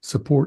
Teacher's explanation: So he drops the R on support.